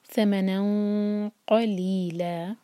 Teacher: آگے ثمنا، نون کے پر تنوین، سلائڈنگ تنوین کے بعد قاف، تو یہاں ہے اخفا اور یہ ہے ہیوی اخفا، کیونکہ قاف جو ہے ہیوی لیٹر ہے